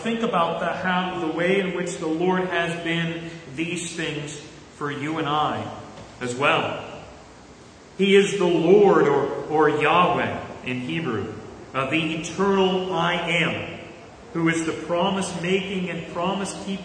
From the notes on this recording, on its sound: to the congregation at the Manchester Reformed Presbyterian Church of New Kensington, PA